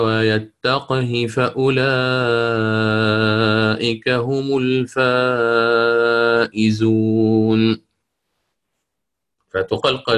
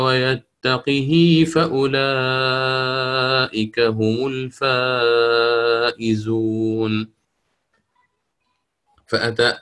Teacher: الفرق الأول أن القاف عند الإمام حفص يسكنها ويقلقلها ساكنة، الإمام ابن كثير يكسرها